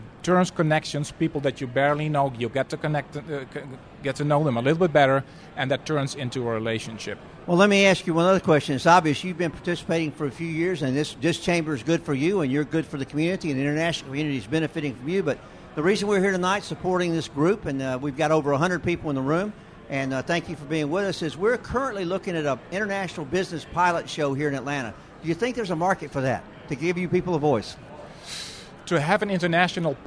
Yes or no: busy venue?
yes